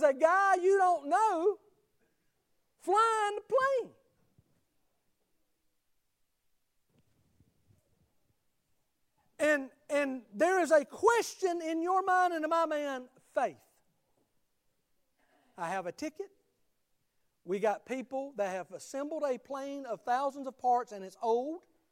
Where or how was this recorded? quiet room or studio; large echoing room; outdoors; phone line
large echoing room